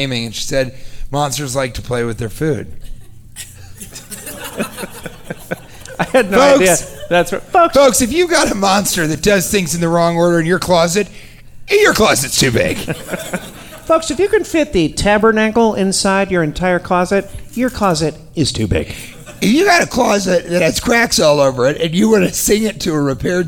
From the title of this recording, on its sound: Live from Utah